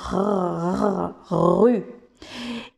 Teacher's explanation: En français, ce R, dans le mot rue, va se prononcer, se ça va être au niveau de, la gorge, comme un, petit roulement dans la gorge, rue. Et en espagnol, c'est l'autre langue que je connais à peu près, pour laquelle j'ai à peu près un, niveau euh, euh, intermédiaire, c'est euh, le R dans par exemple le mot ruido. · Term: R français